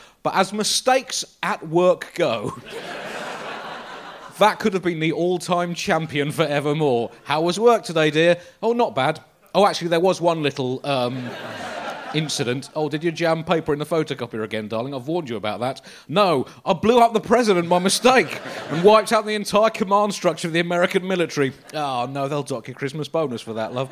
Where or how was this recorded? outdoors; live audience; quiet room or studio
live audience